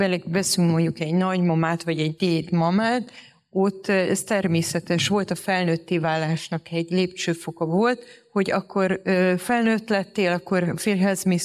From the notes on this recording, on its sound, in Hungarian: Aktuális epizódunkat a hévízi Hotel Európa Fitben rögzítettük. Először Magyarországon, élő közönség előtt.